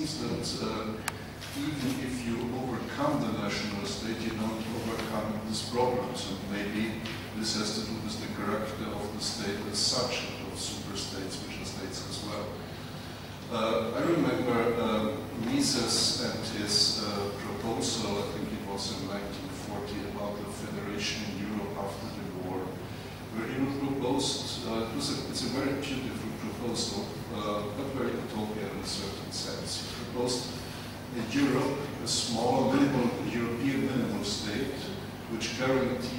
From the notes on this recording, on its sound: This panel discussion is from the 2011 meeting of the Property and Freedom Society. Discussion, Q&A (PFS 2011).